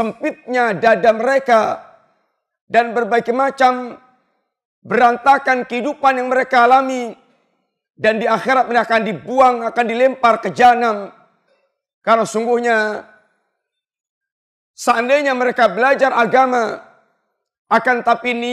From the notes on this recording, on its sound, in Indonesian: Ini adalah rekaman live Khutbah Jumat